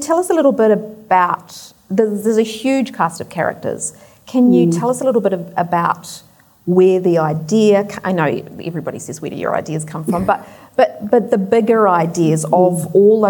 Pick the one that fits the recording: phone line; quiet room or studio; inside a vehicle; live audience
live audience